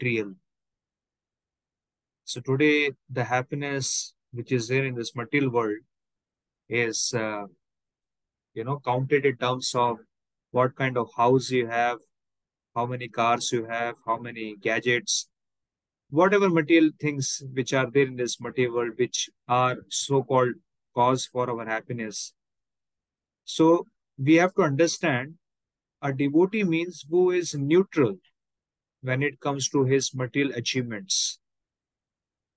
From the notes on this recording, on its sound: Zoom recorded session